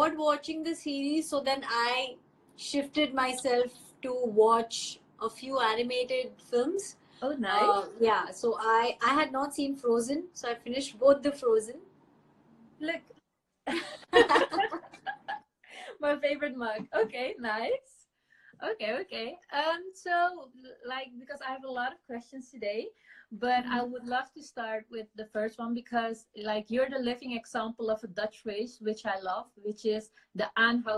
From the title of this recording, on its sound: Instagram Live